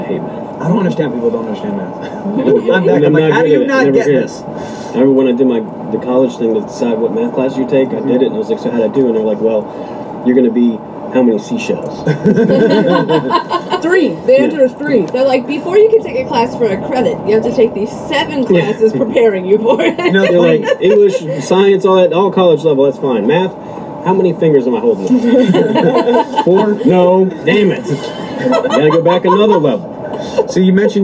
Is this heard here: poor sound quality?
yes